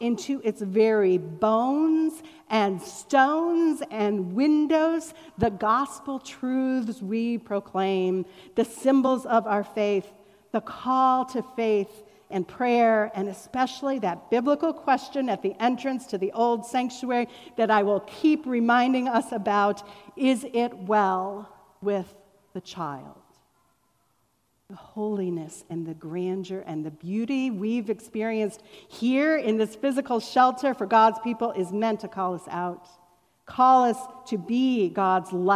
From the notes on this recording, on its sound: Was recorded on September 12, 2021 at Fairmount Presbyterian Church in Cleveland Heights, Ohio, during our Celebrate Sunday (Welcome back to Church!) event.